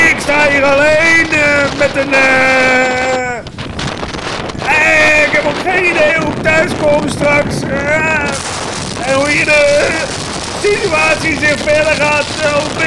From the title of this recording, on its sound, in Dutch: Live-verslag van de storm op de Afsluitdijk